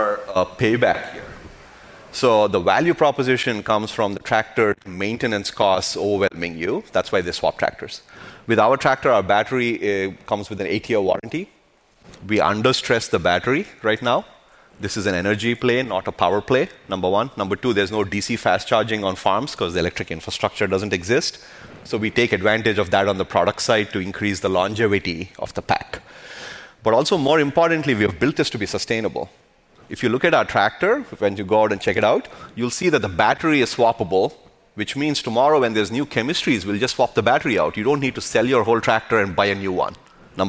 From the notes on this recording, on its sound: I co-hosted the Code Conference this week where I had the opportunity to hangout onstage